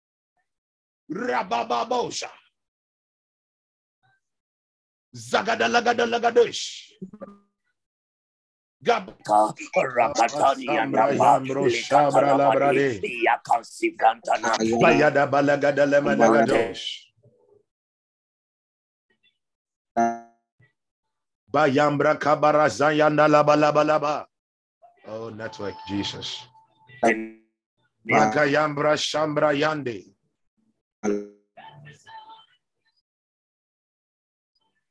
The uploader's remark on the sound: ZOOM SESSION